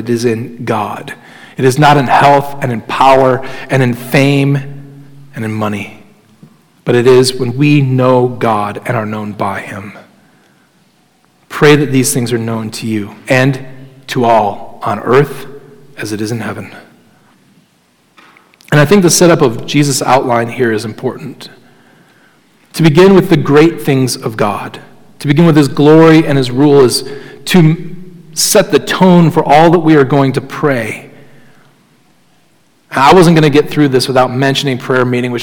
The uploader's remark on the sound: Sermon Audio from Crossway Christian Church